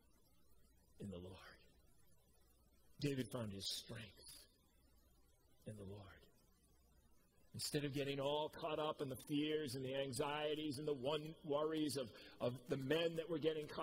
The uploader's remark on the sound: Preached at COMMUNITY Covenant on 8/8/21